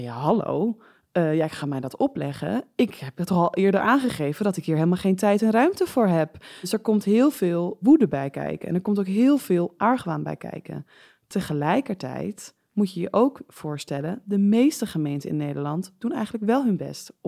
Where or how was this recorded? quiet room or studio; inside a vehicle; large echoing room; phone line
quiet room or studio